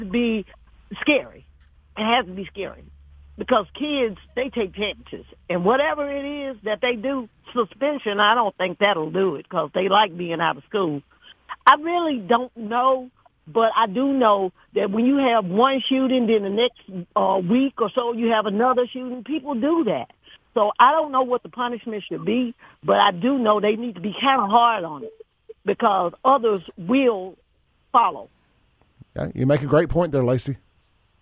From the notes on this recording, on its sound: One of the arrested students mothers was listening to the show this morning and called in to give her thoughts on the matter.